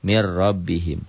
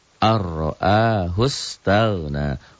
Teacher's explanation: Huruf idgham bila guna ada dua, lam dan ro. Jadi kalau nun mati atau tanwin berhadapan dengan lam atau ro, dimasukkan, dileburkan tanpa disertai dengan ditahan, tanpa dengan dengung. · Term: idgham bila gunnah